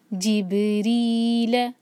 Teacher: را کے نیچے کسرہ ہے تو ہم را کو باریک رکھیں گے